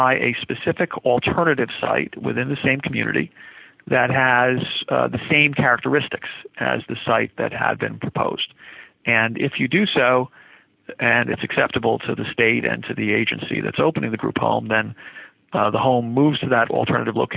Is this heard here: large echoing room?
no